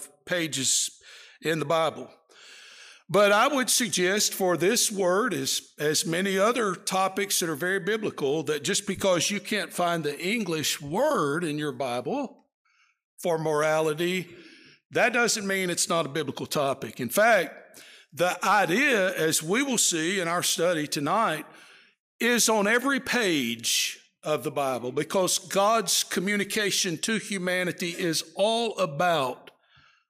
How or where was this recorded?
large echoing room